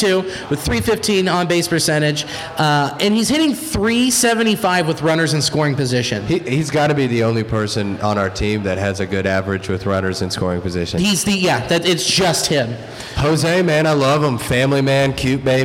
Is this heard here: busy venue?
yes